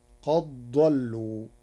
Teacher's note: قرأ ورش قد ضلوا بإدغام الدال في الضاد، فتصير قد ضلوا لقربهما مخرجا.